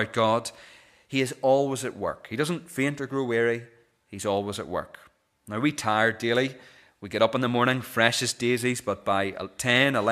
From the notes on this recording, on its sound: This is the recording of the Bible reading and sermon from our morning service on Sunday 24th December 2023.